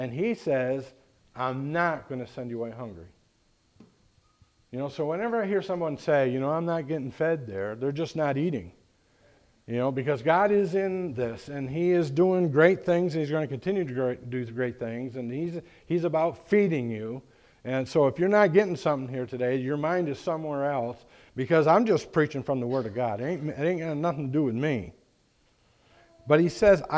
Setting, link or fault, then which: setting, large echoing room